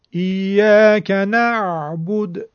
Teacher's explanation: حرف عین نباید خیلی خیلی شل و نباید خیلی خیلی سخت ادا بشود، بلکه بینابینه. صفت توسط و حالت توسط داره.